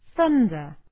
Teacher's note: the accent is on the first syllable